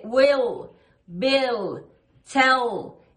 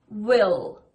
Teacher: Pero con la L oscura de will, bill, tell. Esa es la L oscura the dark L y ponemos la lengua más atrás